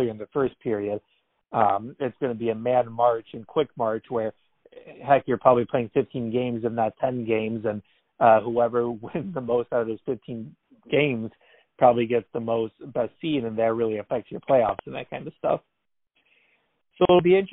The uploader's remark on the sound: Our guys hop on the phone for a second straight quarantine version of The Varsity